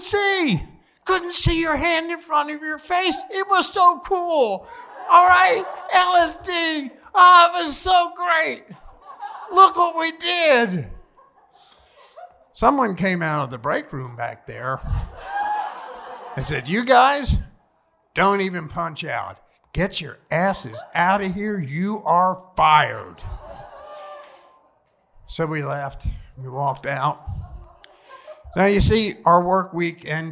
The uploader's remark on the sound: Recorded LIVE at B-Sides in Memphis, TN.